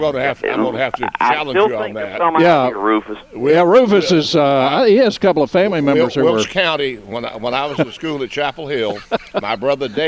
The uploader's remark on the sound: broadcasting live from Hand Picked Nursery.